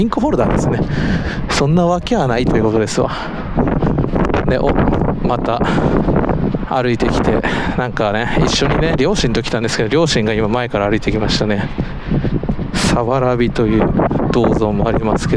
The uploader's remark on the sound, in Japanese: 基本はペデストリアンデッキを歩きながらのレポート音源を配信。今回訪れたのは…茨城県 水戸駅ペデストリアンデッキ!!